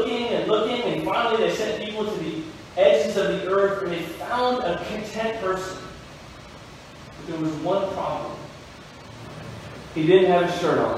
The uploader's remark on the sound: We apologize for the poor audio quality.